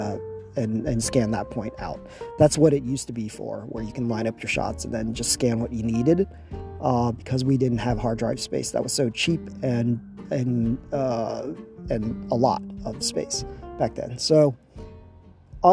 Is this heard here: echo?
no